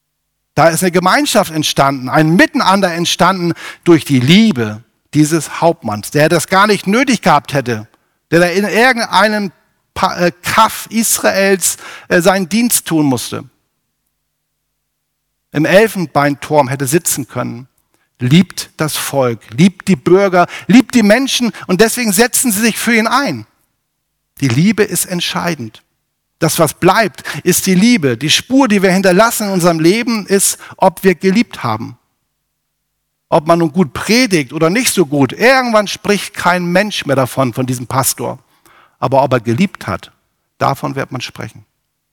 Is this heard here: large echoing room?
yes